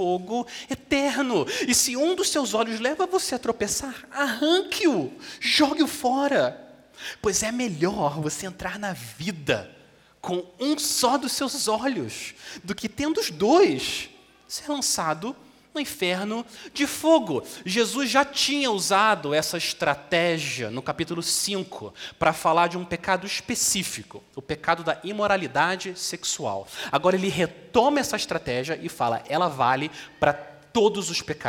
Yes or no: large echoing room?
yes